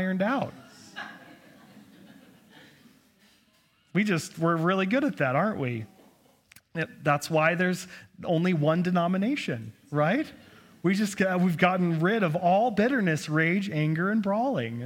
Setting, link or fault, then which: setting, large echoing room